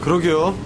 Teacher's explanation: Translations may vary depending on the context, and although it is a response and not a question, sometimes the expression's intonation may resemble that of a question with a rise at the end